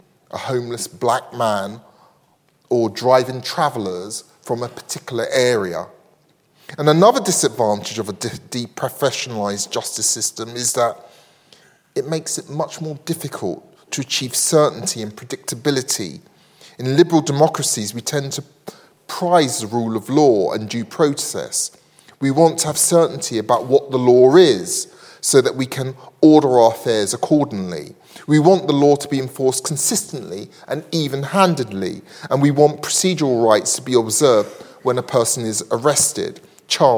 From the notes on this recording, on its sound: recorded on 25 May 2023 at Barnard's Inn Hall, London